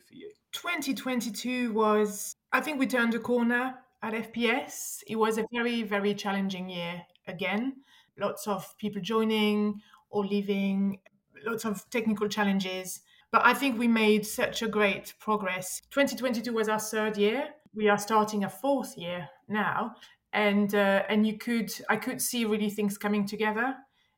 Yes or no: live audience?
no